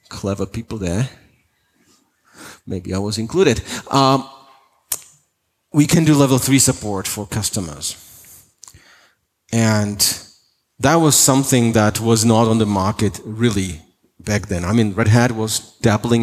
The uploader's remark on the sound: Keynote for openSUSE Conference 2018